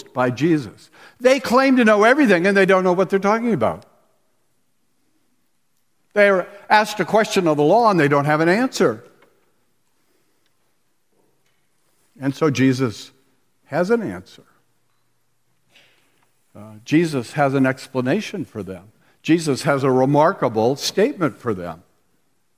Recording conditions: live audience